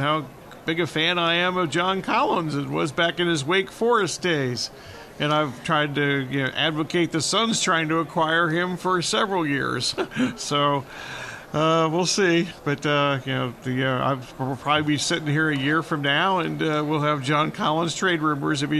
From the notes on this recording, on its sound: live from Super Bowl Radio Row